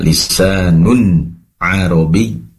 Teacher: adalah idhar halqi, diperjelas tanwinnya